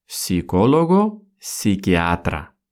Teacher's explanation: при сочетании «ps» первую букву «p» мы не произносим · Пишется с первой буквы «П», но мы ее не произносим.